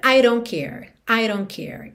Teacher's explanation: esse D de don't pode virar rarara